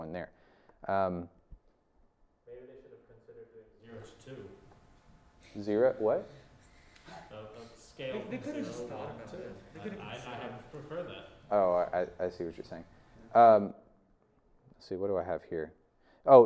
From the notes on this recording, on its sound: This video is from our 2021 Spring lecture series.